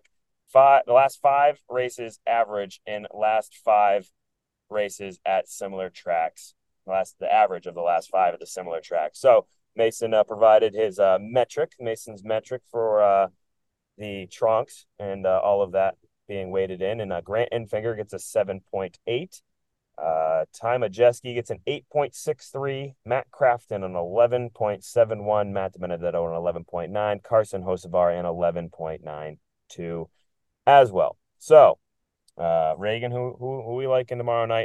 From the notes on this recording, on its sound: Live from a moving vehicle